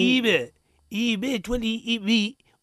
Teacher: القلقلة أقرب ما تكون إلى الفتح